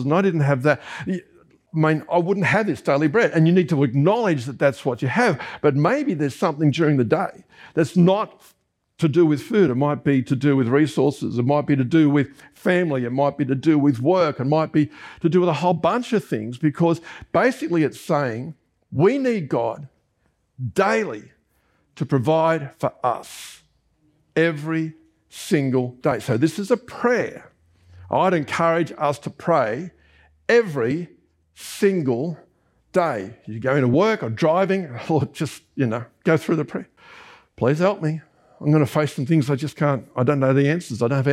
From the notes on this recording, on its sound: This was recorded during our Sunday AM service on 17th September 2023